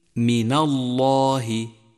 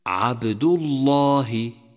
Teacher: لام لفظ الجلالة فتفخم بعد فتح، مثل من الله، أو بعد ضم مثل عبد الله